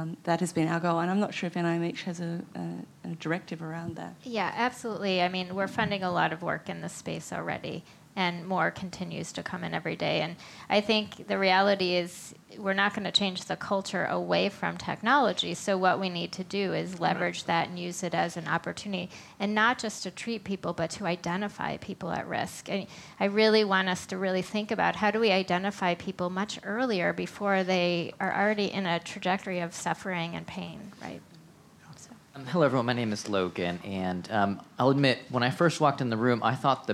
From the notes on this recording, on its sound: the Zócalo/UCLA event took place at the House of Sweden in Washington, D.